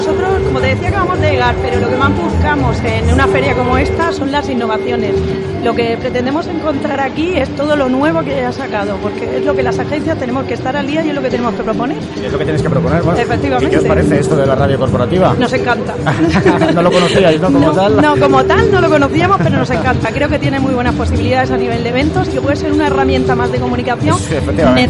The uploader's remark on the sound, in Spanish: en directo desde #EventoDays, que se desarrolló los días 6 y 7 de julio en IFEMA